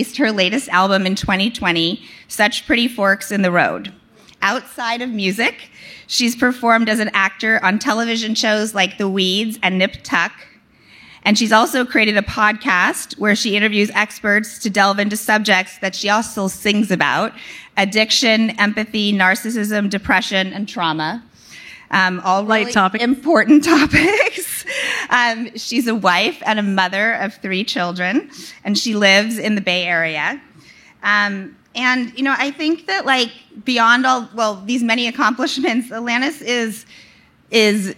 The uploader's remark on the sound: Recorded on March 2, 2022 at the Upfront Summit.